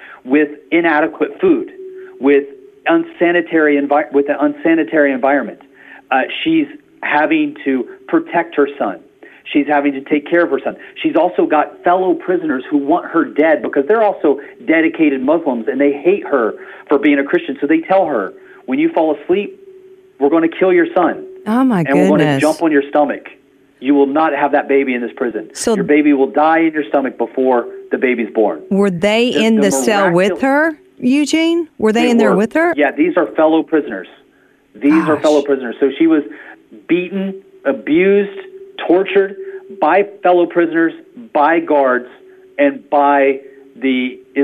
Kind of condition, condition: link, phone line